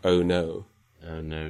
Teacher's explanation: a more diphthongal pronunciation of face and goat, much as in British English, but with less fronting of O